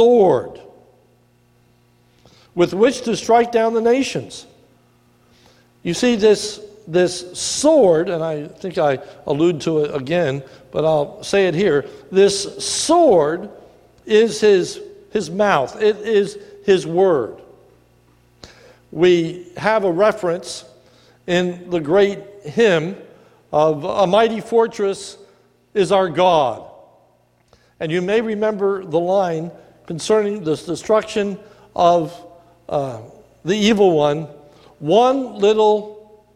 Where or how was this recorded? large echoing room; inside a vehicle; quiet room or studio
large echoing room